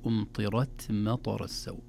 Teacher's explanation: فدائما الحركات المتتابعة الكثيرة تشوش على الحرف الساكن، يحتاج إلى عناية. إذن نفخم الراء في أمطرت ونهمس التاء دون مبالغة ودون قلقلة · Term: تفخيم الراء